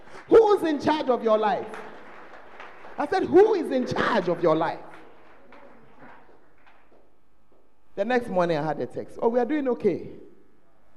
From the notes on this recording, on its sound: on Day Two of The Proton Convention at The Fountain of Life Cathedral